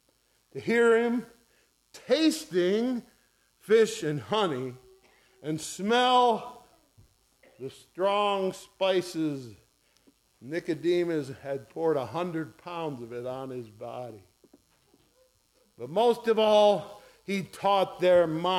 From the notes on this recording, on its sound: ESCBC Easter Morning Second Service recorded on 04/09/2023